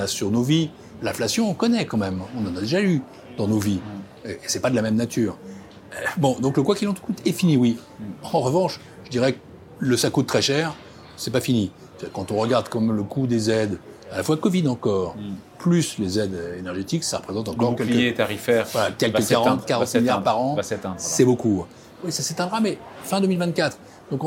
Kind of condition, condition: setting, busy venue